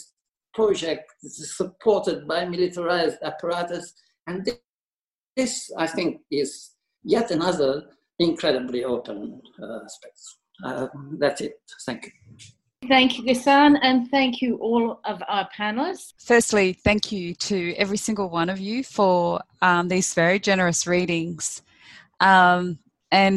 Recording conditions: video call